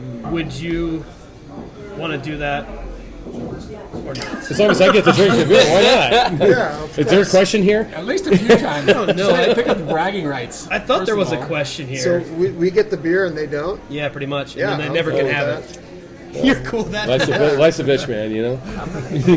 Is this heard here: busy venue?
yes